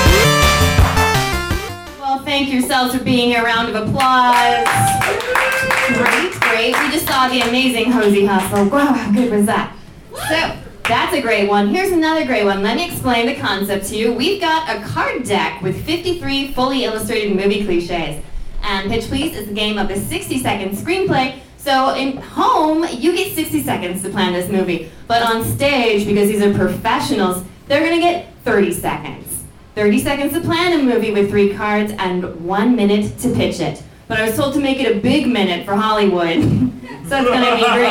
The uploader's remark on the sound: In this raucous live recording contestants pitch a comedic slasher movie.